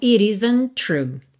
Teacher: Então, olha, entre o it e o isn't, você ligou com o rarara, it isn't. O T de isn't, né, já tá ligando no T inicial de true.